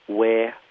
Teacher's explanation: You hear a lot of dropped final consonants, way instead of where.